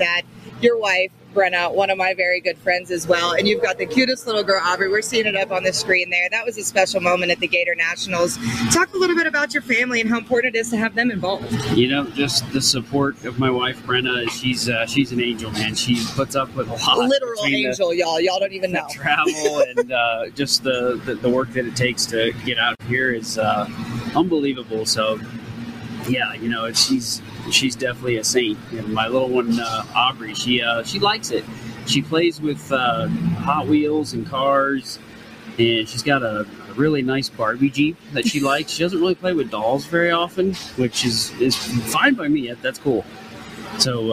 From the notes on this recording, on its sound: Right Off Track is quite actually 'off track' as we are live from the pits of Elite Motorsports from the Vegas 4 Wide NHRA Nationals.